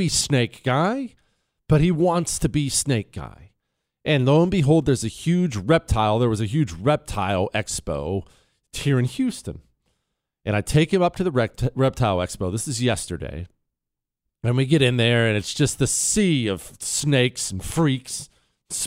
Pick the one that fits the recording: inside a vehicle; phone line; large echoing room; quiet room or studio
quiet room or studio